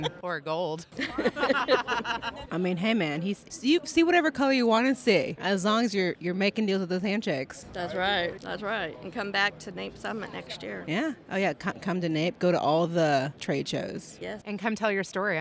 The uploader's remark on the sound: bringing you insights straight from the energy heartbeat at the NAPE Summit in Houston